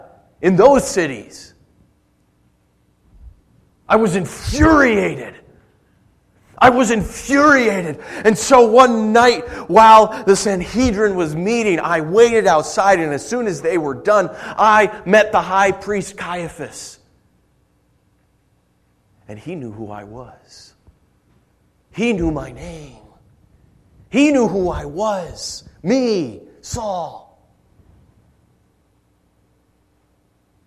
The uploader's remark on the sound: Originally Preached June 30, 2013 at The Orchard Church